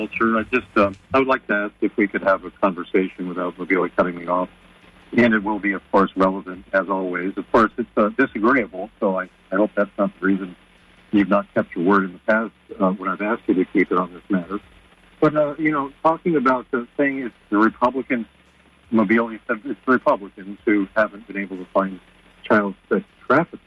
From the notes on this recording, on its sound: unique magazine format call-in show